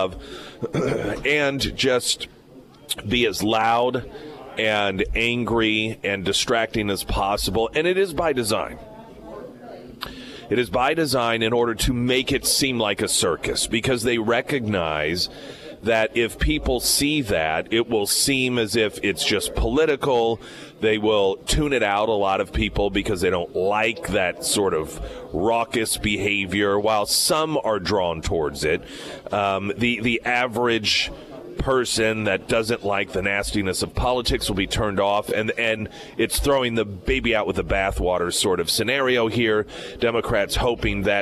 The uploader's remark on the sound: Is live at Scramblers Diner for the Friday Road Show & Heroes Breakfast.